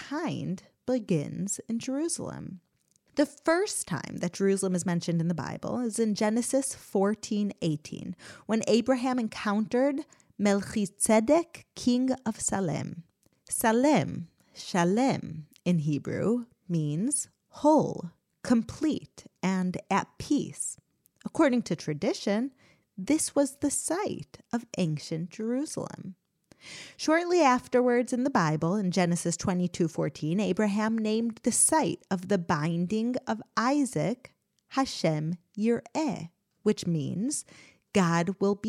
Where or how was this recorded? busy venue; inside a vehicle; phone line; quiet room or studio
quiet room or studio